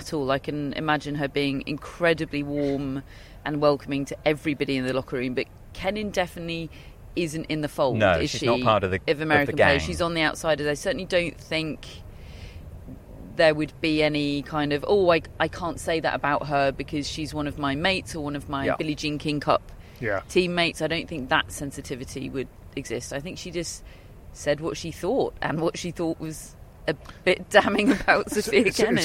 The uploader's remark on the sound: Live from Wimbledon - Media Day